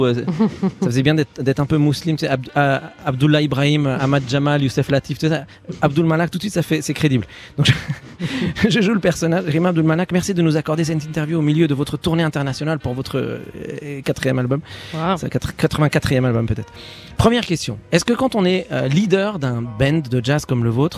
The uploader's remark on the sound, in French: en direct de la cour d'honneur du Palais de l'Elysée